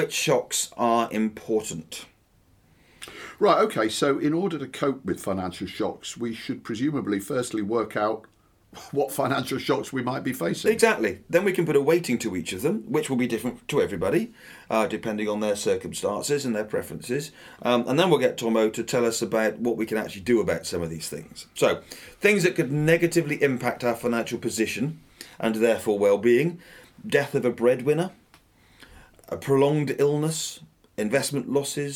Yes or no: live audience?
no